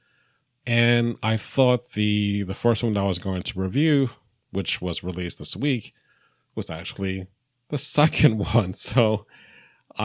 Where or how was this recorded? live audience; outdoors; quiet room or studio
quiet room or studio